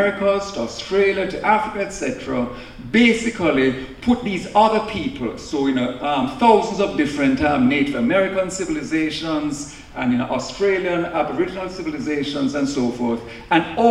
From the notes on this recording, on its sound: In this lecture from The Night of Philosophy in 2019 on October 06 at 01:00 am at the New School for Social Research in New York City